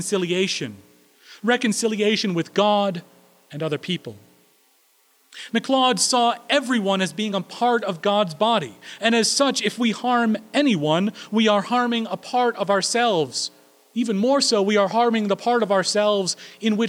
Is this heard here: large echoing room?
yes